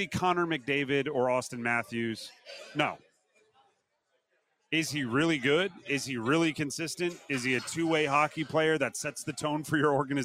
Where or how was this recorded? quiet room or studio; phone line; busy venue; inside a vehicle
busy venue